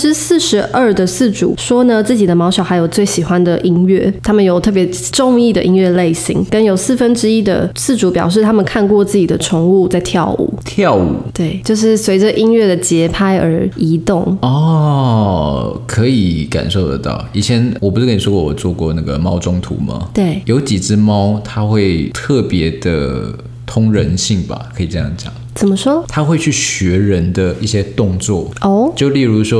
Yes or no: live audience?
no